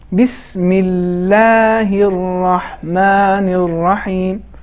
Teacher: اگر بسم اللہ سے پہلے حرکت زیر ہوتی ہے یعنی کسرہ ہوتا ہے تو خود لفظ جلال اللہ نازک انداز سے تلفظ ہوگا، جسے ہم ترقیق کہتے ہیں یعنی نازک انداز میں.